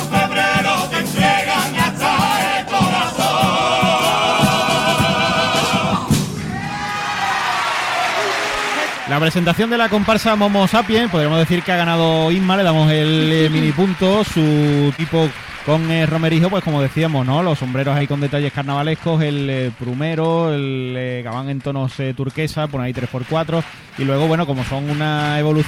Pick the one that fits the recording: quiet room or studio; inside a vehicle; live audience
live audience